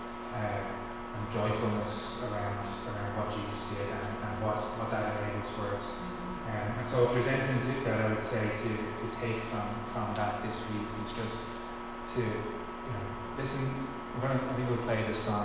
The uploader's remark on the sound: Recorded live at Liberty Church on 23th August 2020